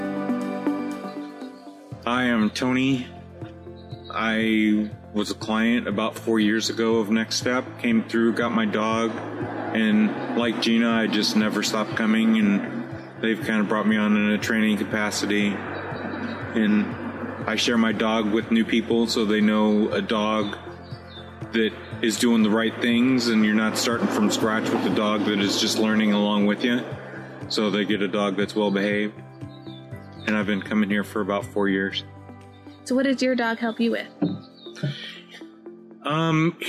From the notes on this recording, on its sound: This episode was recorded outdoors due to Covid-19, and was recorded by a busy street. Please pardon the background noise.